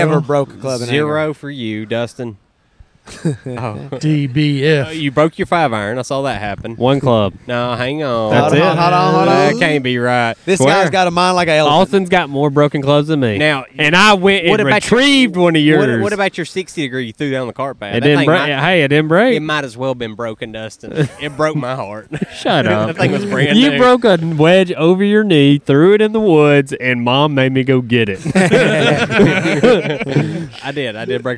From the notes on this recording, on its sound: Beach Podcast! We recorded an episode on the beach and it’s a great one.